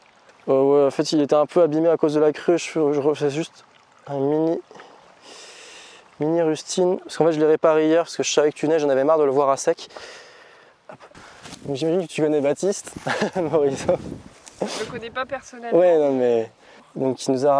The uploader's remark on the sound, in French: Balade à la Ferme du Grand Laval